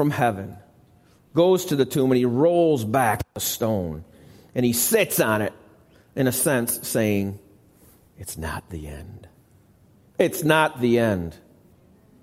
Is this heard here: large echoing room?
yes